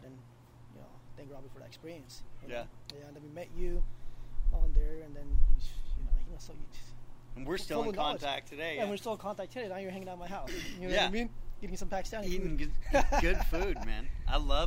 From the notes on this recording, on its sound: the audio is ridiculously low!